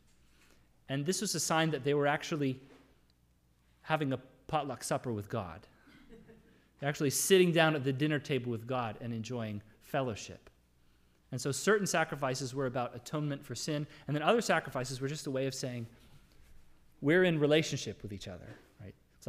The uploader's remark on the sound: Sermon audio from the LBC worship service